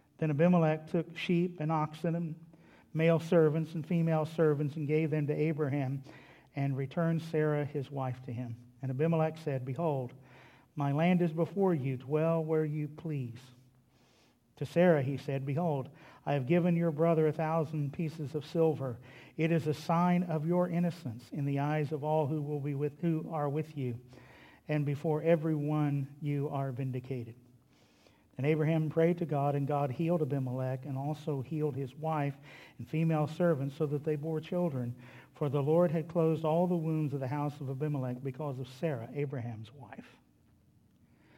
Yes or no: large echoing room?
yes